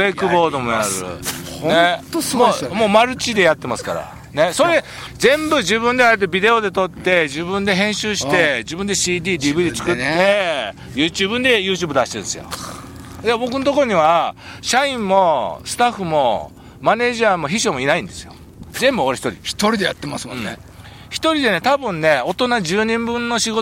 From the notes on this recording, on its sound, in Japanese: 長野県ビーナスラインの霧ヶ峰高原にて。バイクツーリングをして青空対談収録を開催いたしました。